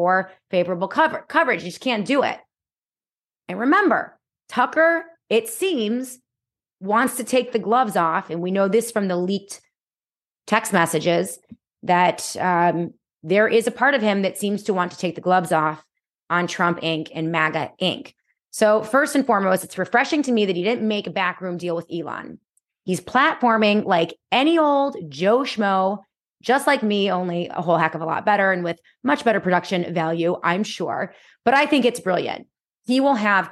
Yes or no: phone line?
no